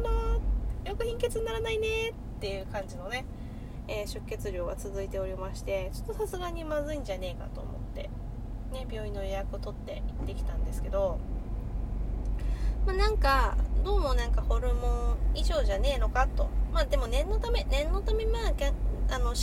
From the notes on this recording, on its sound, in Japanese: 運転中に収録しているので雑音多目。